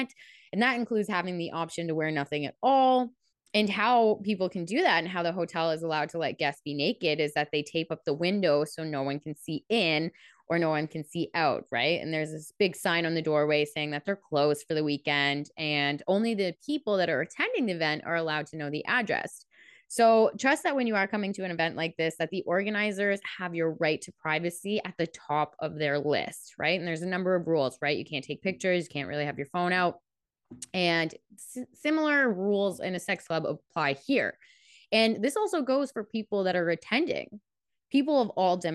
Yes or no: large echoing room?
no